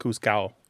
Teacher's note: But in some Spanish dialects, like you said, the D is not pronounced, so it sounds like juzgado.